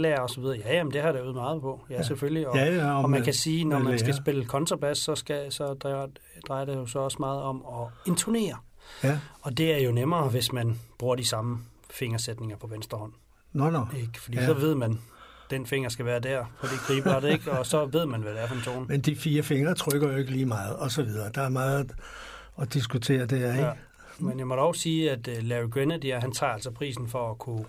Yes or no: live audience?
no